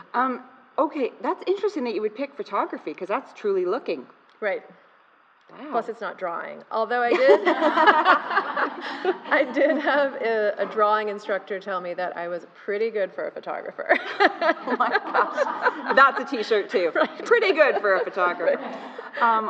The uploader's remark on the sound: Live from the Scottsdale Museum of Contemporary Art.